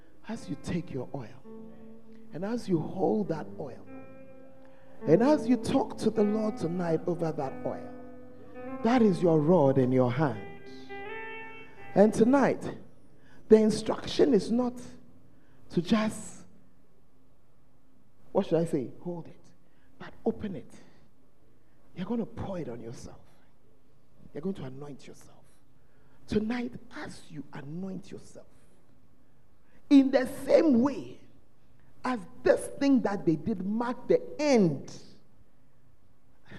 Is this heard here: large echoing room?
yes